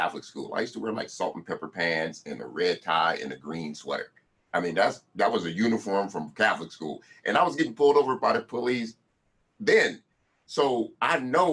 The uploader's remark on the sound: Recorded at one of our online music tech meetups